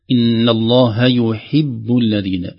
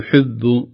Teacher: آخر تنبيه، إن الله يحب الذين، يحب ننتبه للضمة، نحقق تحقيق الضمة في الياء ثم الكسرة في الحاء ثم الضمة مرة ثانية في الياء · Shown in: first take